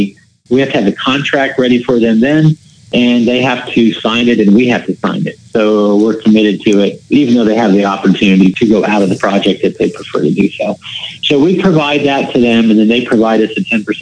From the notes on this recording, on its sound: We hopped on the phone